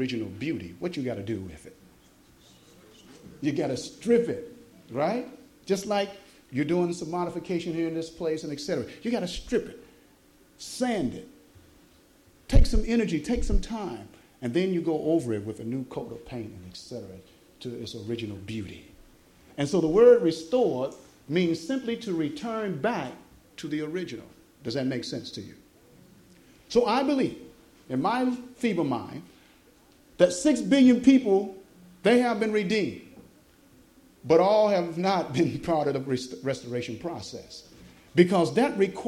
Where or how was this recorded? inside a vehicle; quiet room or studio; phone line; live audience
live audience